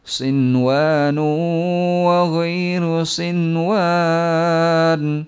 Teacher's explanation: sinwan dibaca idhar, tidak boleh diidghamkan